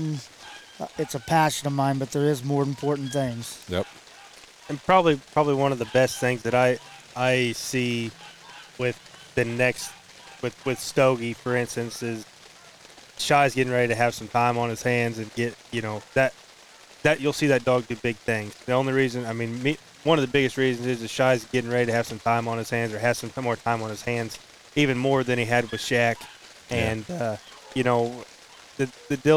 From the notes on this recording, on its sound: In this special episode recorded at Autumn Oaks. On site at Autumn Oaks.